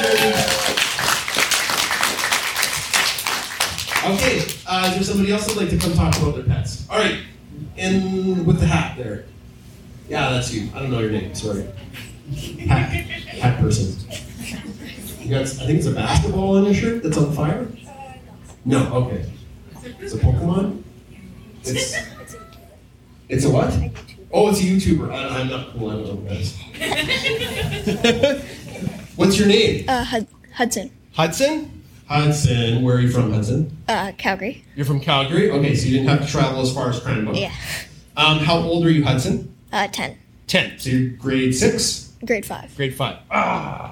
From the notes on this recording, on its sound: This is a little ADORABLE recording from our live show from Telus Spark. Invited kids to come up and talk about their pets.